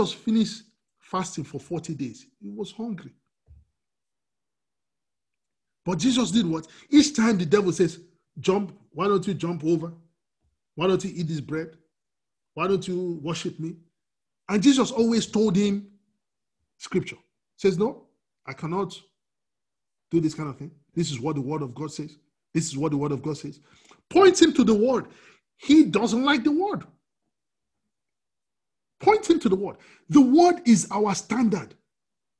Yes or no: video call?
yes